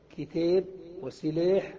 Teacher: كانت الكسرة قبل الألف منفصلة بحرف ككتاب وسلاح، فهذا يمال